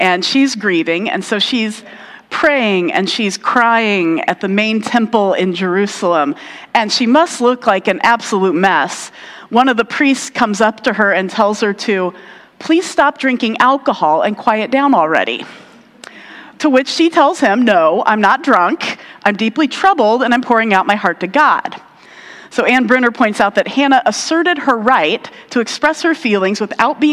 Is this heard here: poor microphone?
no